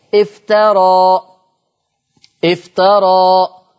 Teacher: حكمها قال لك التقليل قولا واحدا، ما فيش إلا التقليل بس، وده مش هيرتبط ببدل، قصرت وسطت أشبعت برضو هتقلل.